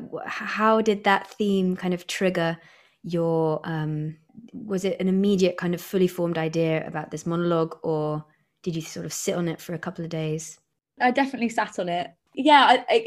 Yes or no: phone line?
no